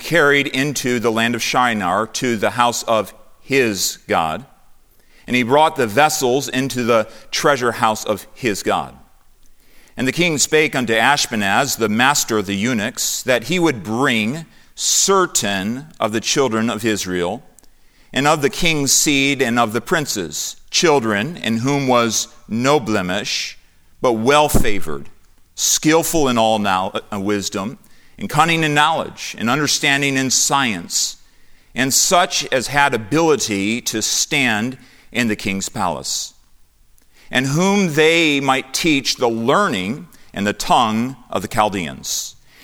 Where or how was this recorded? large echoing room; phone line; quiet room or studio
large echoing room